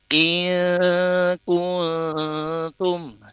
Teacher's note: ada nun sukun bertemu kaf, kemudian nun sukun bertemu huruf ta, ya, sehingga dilafadzkannya iya kuntum, ya, ditahan selama 2 harokat atau 3 ketukan. Iya kuntum, seperti itu.